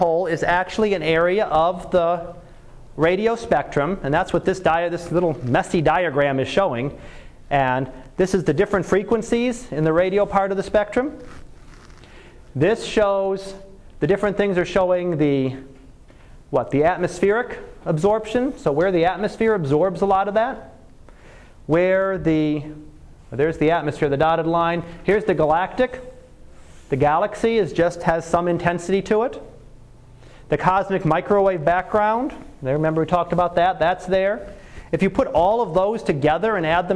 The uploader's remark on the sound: Live Class Lecture